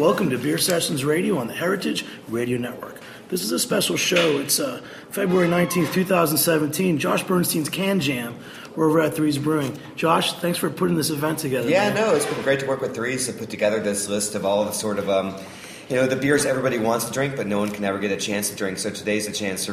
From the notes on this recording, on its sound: Recorded last Sunday at Three’s Brewing. Winter Can Jam event.